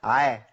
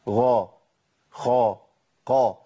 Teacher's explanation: الغين والخاء والقاف، الثلاث حروف دول انفتاحهم فيهم بيسمى انفتاح جزئي · Shown in: second take